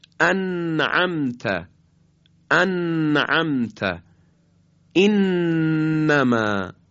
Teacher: تماس نوک زبان با بخش عقب لثه دندانهای صنایعی بالا. ان، کمی جلوتر از مخرج لام. · یه مقداری جلوتر مخرج نون تلفظ میشه که البته همزمان تارهای صوتی هم مرتعش میشه. انما، تکرار میکنم مجدد، تماس نوک زبان با بخش عقب لثه دندانهای صنایعی بالا. · Term: حرف نون